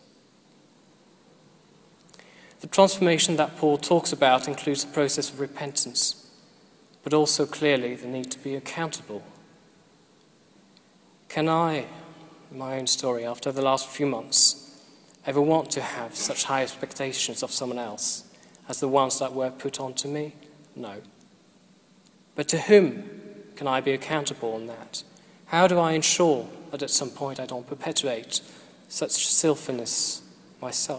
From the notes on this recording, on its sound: This was recorded at the Moot Eucharist at the Guild Church of St Mary Aldermary 17th June 2012.